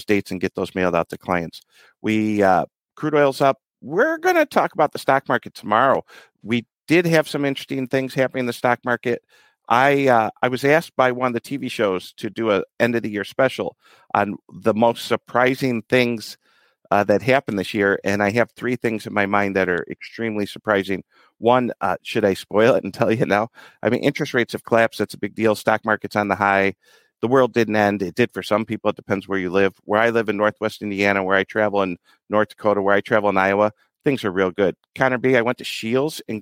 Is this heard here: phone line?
no